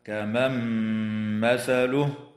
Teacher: والنون الساكنة في قوله تعالى: كمن مثله، حكمها الإدغام مع الغنة